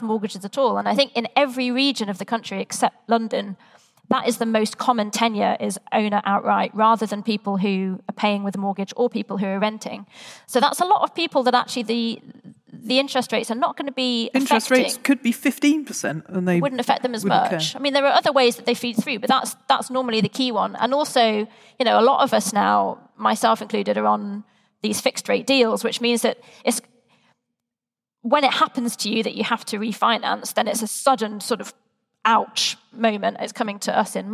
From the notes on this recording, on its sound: Recorded in front of a live audience at the Bristol Economics Festival. The audience pitches in with questions.